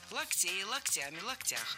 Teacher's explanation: А во множественном ударение переносится на окончание